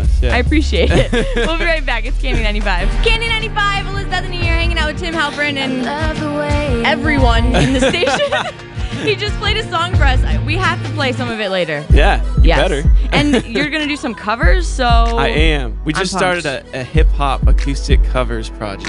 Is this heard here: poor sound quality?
no